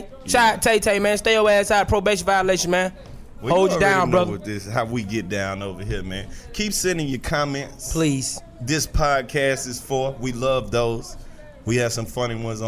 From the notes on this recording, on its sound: out of the studio and live on Edgewood at the God is Dope clothing store